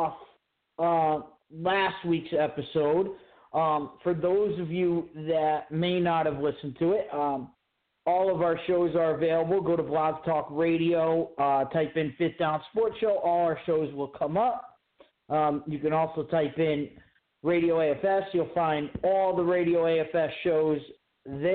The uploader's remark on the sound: live phone calls